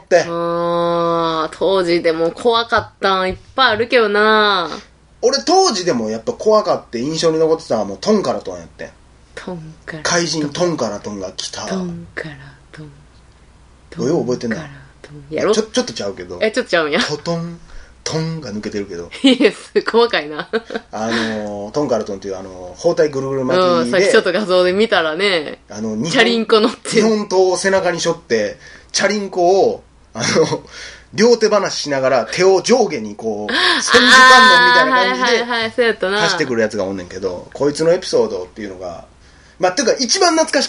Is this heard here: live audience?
no